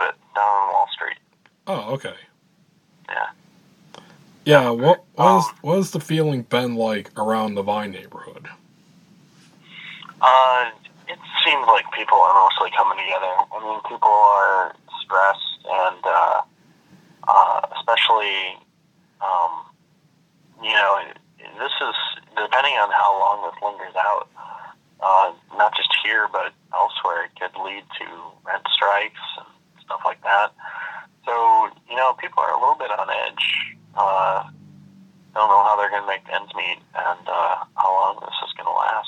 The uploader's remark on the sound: Recorded throughout April and May 2020 via telephone.